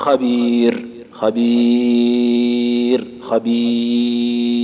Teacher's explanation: في حالة الوقف في خبير لنا القصر ولنا ايش التوسط ولنا المد · Term: القصر والتوسط والمد